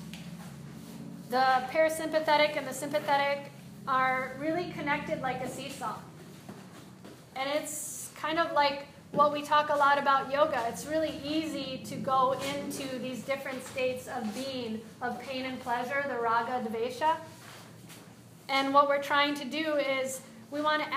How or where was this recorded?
live audience